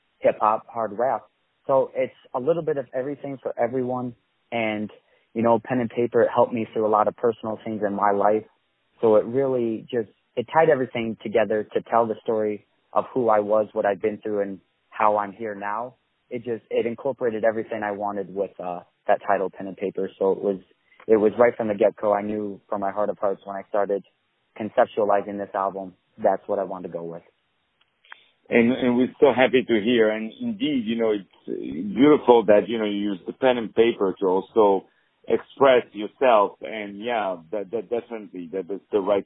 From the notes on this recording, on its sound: On the phone.